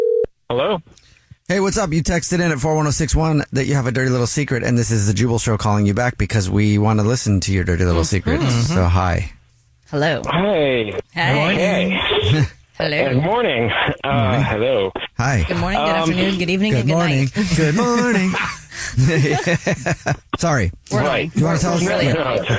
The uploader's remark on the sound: There is a guy on the phone